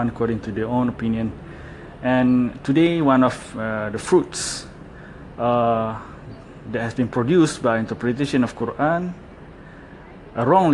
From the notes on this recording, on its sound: Sorry if my voice seems vibrated a little bit. I'm recording this while walking, since it's late for me to enter office.